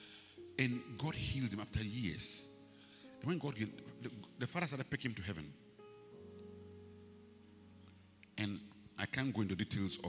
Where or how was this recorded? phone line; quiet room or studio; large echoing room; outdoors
large echoing room